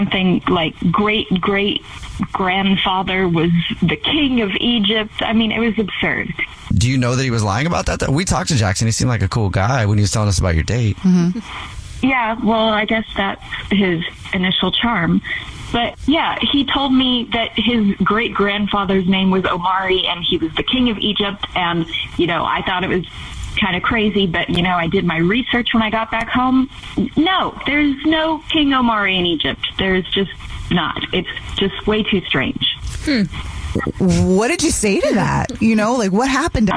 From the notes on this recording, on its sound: We get that other person on the phone to see why they're "ghosting". One of our listeners is one the phoen and is not getting a call back after a date he went.